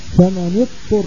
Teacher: لا يقول القائل ثمان يضفر، اسمعها ثمان يضفر، هذا بيكون أدغم الضاد في الطاء ونطق بطاء مشددة